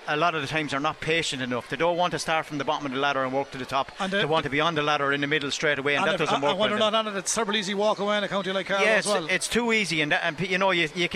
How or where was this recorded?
busy venue